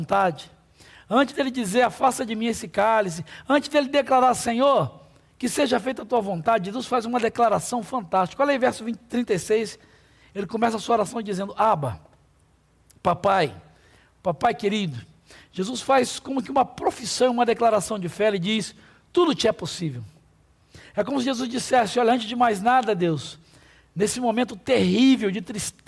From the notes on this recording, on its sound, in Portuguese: durante a nossa Celebração ao vivo.